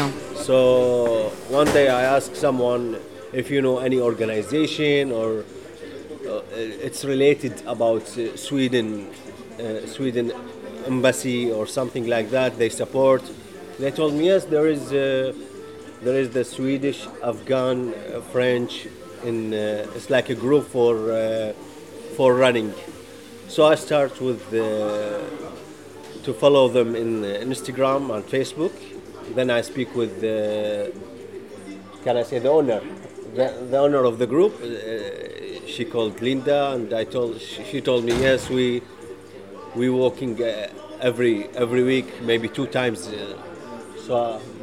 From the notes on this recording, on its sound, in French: Même sous la pluie, le club de running le l’association des amis des migrants suédophones en France se réunit, dans un parc du 19e arrondissement de Paris. Alors équipés de leurs bonnets, gants et kaway, les coureurs s’élancent.